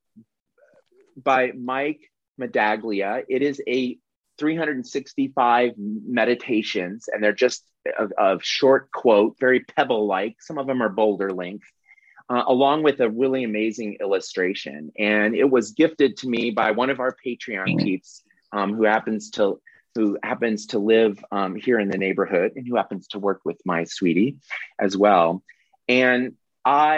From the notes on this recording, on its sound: This is the audio replay of the monthly Zoomy Zoom